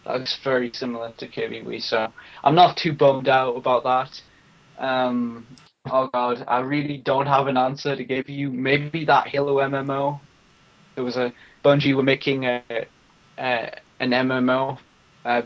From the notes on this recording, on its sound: Cheers from China! There are a lot of audio problems because I was running on dorm internet and my roommate was every once in a while entering and existing the room like crazy, I'm sure you can hear him a some point at least once or twice in the recording, not very professional, I know.